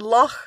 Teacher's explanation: the very low-frequency fricative in loch